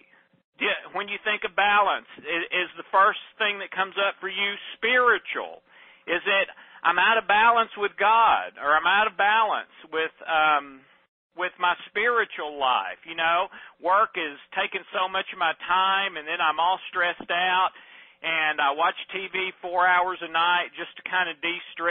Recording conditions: phone line